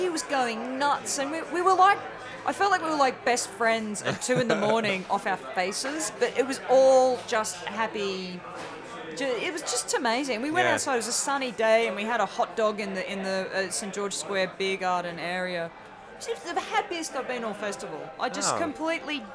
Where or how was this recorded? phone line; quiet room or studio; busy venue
busy venue